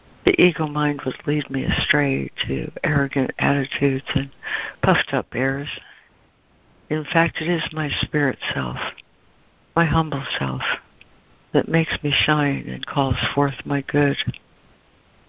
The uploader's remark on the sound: ACIM Daily Conference Call.